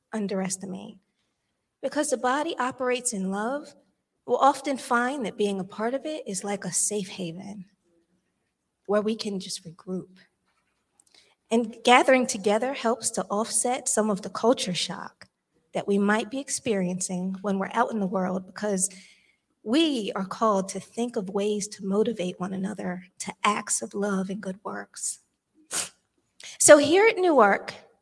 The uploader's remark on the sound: This sermon was recorded live on October 23rd, 2022 at Newark United Pentecostal Church.